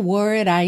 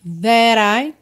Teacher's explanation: Aqui a gente repara que juntou that I e word I com rarara